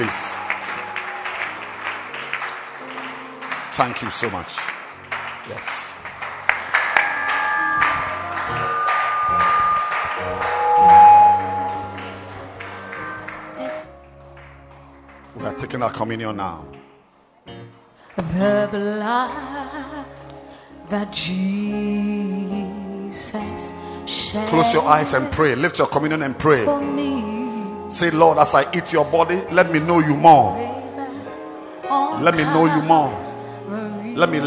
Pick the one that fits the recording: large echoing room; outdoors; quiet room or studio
large echoing room